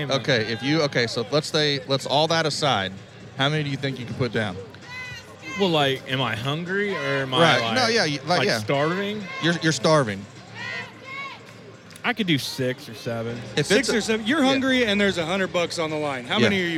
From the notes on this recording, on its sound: Live From Press Row. On this episode we do our first live on location from Charles Koch Arena for the Wichita Skykings game.